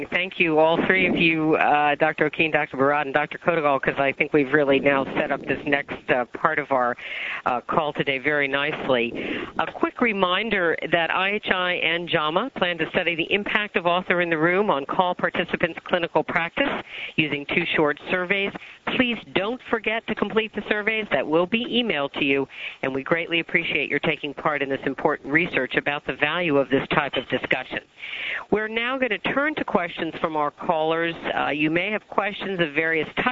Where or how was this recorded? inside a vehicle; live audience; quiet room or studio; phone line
phone line